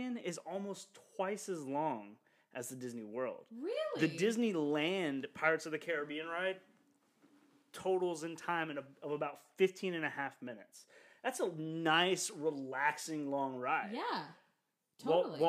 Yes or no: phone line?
no